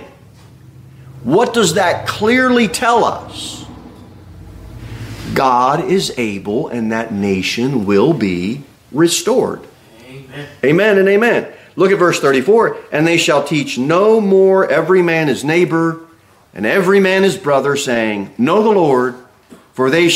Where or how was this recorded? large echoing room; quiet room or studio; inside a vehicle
large echoing room